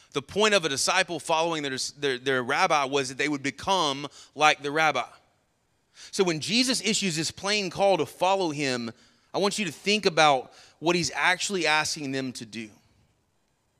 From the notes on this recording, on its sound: Sermon Audio from our Worship service